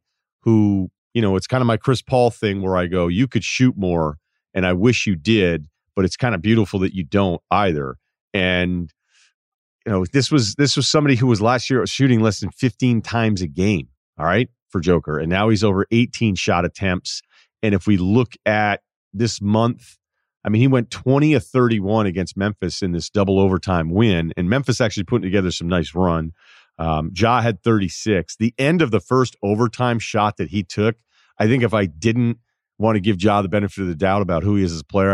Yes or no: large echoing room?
no